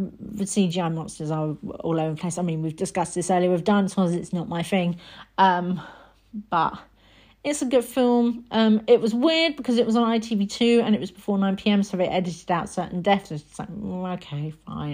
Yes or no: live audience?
no